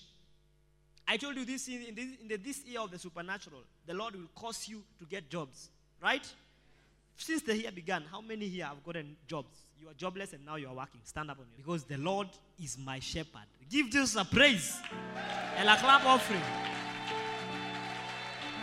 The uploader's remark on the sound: preached during our Sunday service